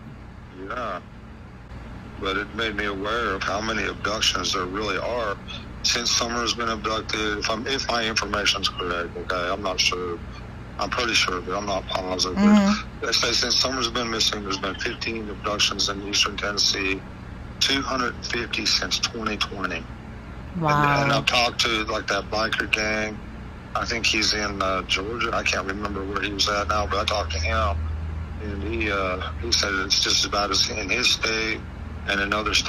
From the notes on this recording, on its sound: This is Volume 1 of my phone calls